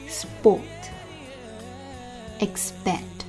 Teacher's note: 清辅音 s 跟 p 凑在一起的时候 p 浊化成 b